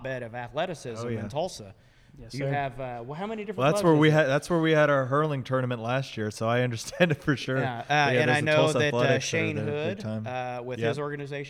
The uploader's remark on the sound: Tonights episode was recorded at Dead Armadillo Brewery at 4th and Peoria.